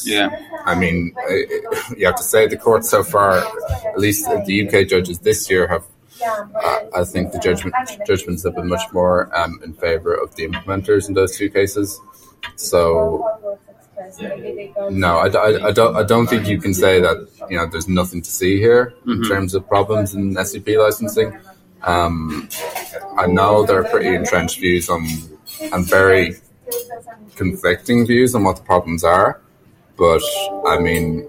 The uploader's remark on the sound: The team joins you live from the Managing IP Intellectual Property & Innovation Summit in London. We recorded from the IP & Innovation Summit held in London.